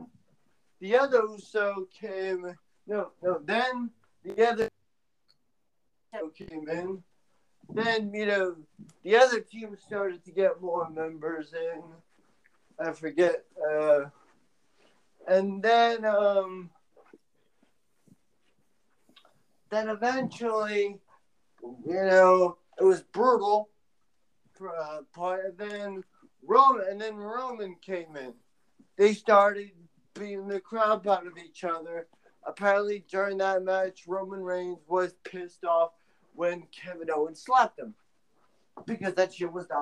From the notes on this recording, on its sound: I apologize for the audio quality At Odds will now be looking into other podcast recording platforms.